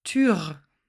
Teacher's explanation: Und nun sage ich mal den Umlaut richtig, aber spreche das R am Ende mit. Tür. In diesem Fall kommt es zu keinem Missverständnis.